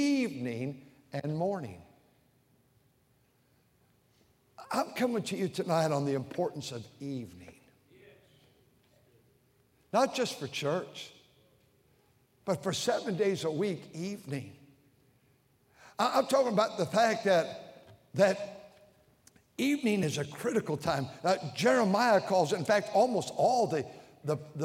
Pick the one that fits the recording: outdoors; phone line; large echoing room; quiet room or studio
large echoing room